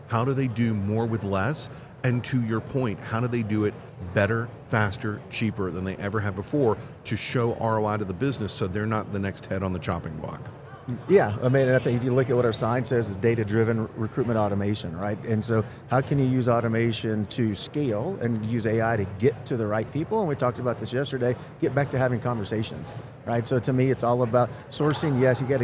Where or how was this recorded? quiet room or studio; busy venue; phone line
busy venue